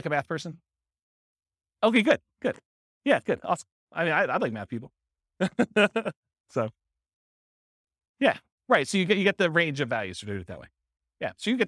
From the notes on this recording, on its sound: This was a live class recorded